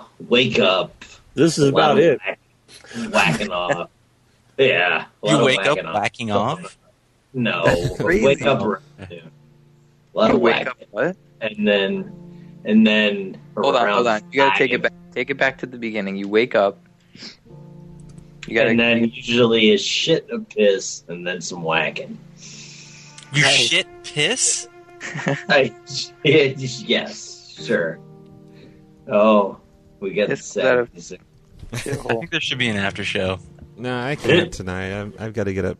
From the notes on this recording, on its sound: Prank Phone Calls